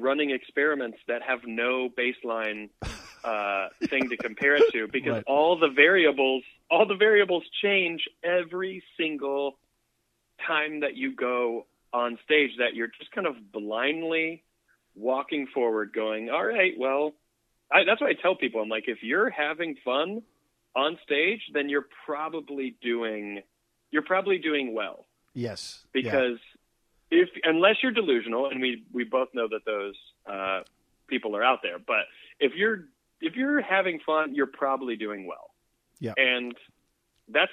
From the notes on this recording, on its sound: joins me by phone